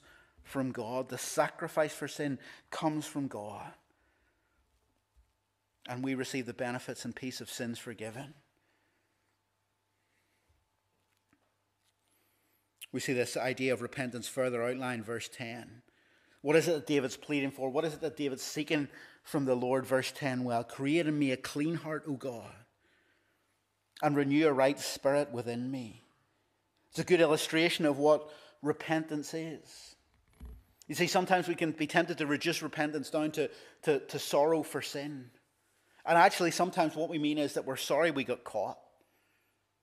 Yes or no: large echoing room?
yes